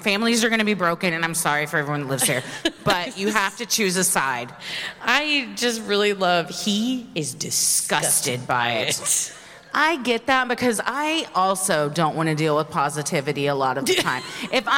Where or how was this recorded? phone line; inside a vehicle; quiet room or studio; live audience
live audience